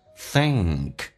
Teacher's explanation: 记住舌尖往上指搭一下 think，发后鼻音